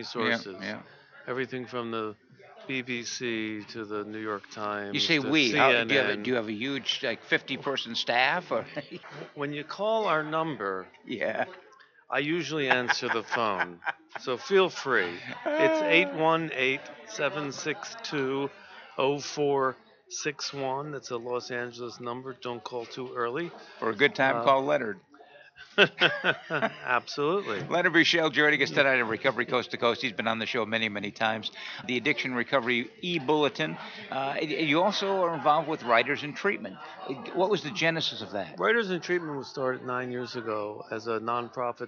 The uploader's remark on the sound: RC2C broadcasting from the 39th Annual NAATP Leadership Conference in Austin, Texas - May 21 - 23, 2017